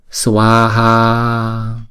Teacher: Chữ Swaha này mỗi âm chúng ta đọc hai nhịp.